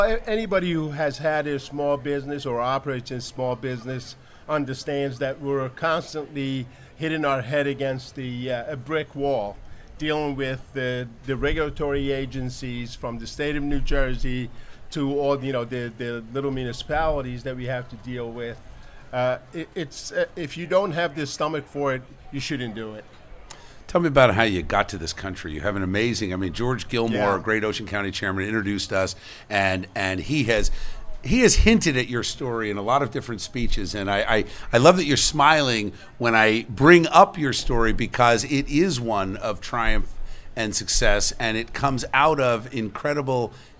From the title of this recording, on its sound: Live From Jenkinsons In Pt. Pleasant Beach